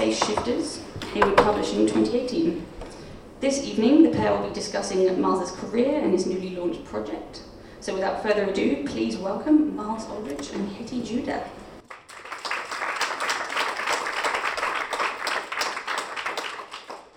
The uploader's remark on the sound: lecture at the 2018 London Original Print Fair